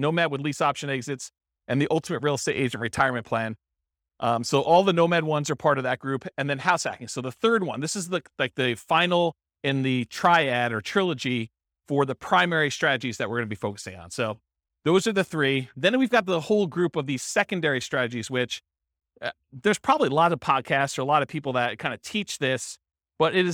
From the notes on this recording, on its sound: This was a live class recorded